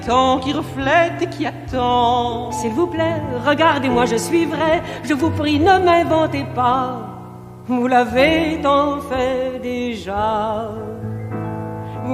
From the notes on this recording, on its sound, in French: Spectacle créé au Théâtre Maxime Gorki en 1987 et enregistré au Théâtre Dejazet en 1988.